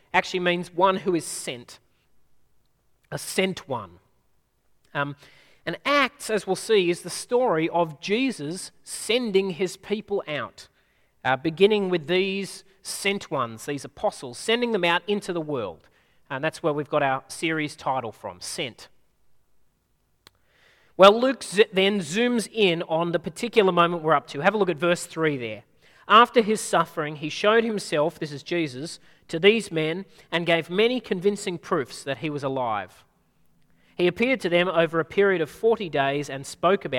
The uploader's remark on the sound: At a Church in the Graveyard service